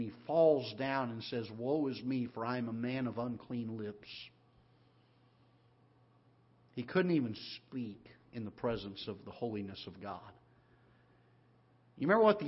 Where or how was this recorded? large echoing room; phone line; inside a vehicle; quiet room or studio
large echoing room